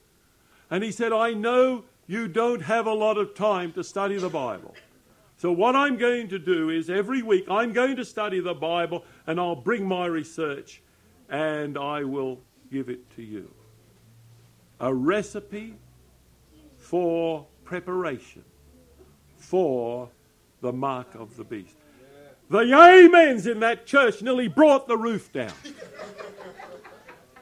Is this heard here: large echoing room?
yes